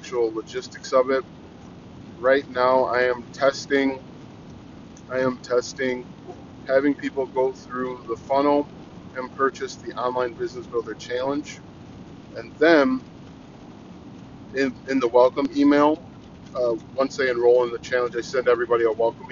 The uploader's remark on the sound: I try podcasting from my car.